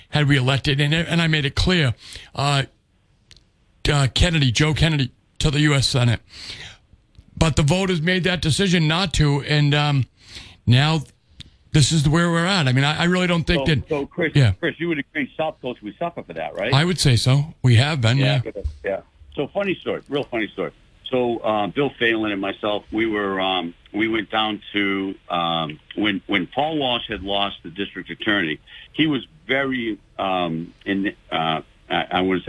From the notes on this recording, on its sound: take calls from the audience